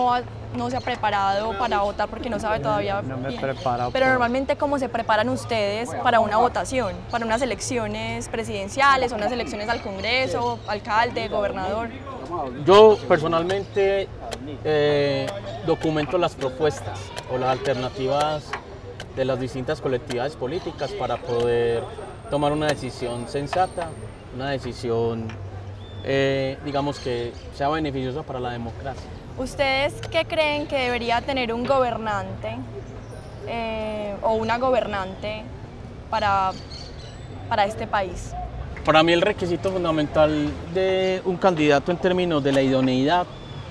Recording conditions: outdoors